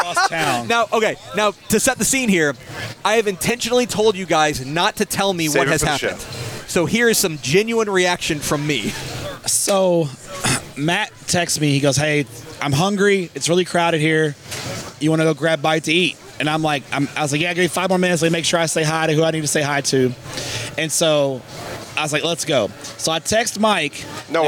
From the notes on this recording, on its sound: Live on tape from the 2023 Texas High School Coaches Association Coaching School and Convention in Houston